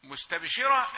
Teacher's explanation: مستبشرة الباء مقلقلة، مستاء رقيقة